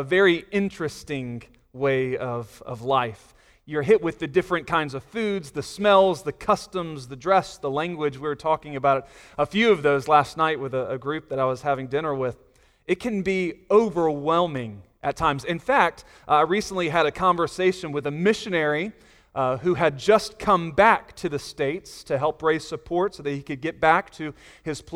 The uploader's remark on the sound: Sunday Morning Sermon Audio